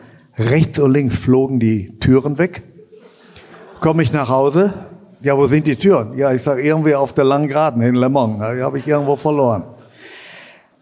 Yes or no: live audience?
yes